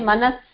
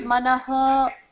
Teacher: That becomes manaha. Sa becomes ha, visarga. · Shown in: second take